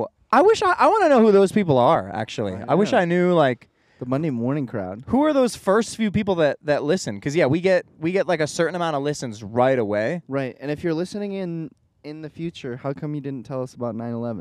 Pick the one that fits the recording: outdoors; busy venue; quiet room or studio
outdoors